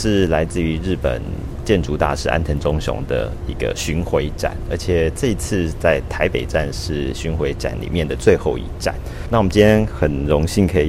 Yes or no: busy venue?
yes